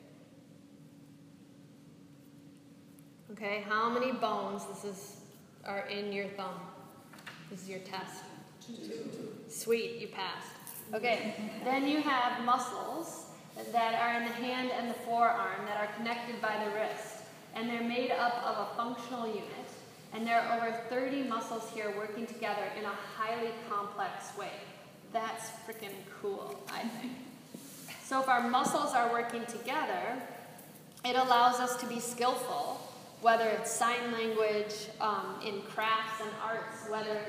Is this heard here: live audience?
yes